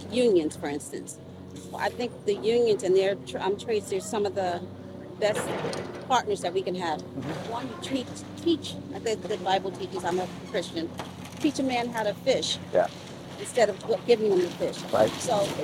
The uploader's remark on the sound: Expect some noise on your drive while listening to this episode because work was underway as they begun to tear down homes to help rebuild better & stronger!